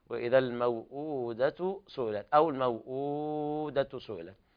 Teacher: يعني أقرأ ورش هكذا: وإذا الموؤودة سئلت، أو الموؤودة سئلت، لأن عندي الواو الأولى ليس فيها مد، الواو الثانية هي التي تمد من قبيل البدل، حركتين أو أربع أو ست عند ورش.